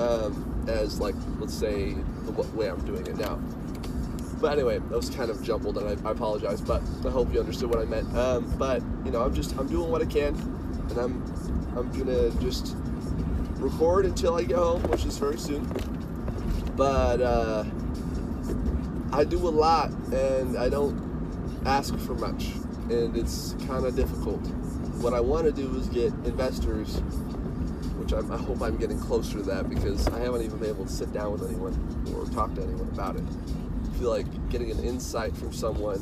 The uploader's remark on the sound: This is the first episode of myself talking about my process while driving home from work.